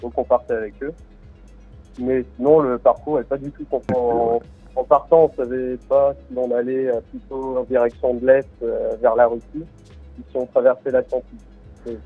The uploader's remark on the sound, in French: Discuter avec eux par téléphone pendant qu’ils étaient sur une plage.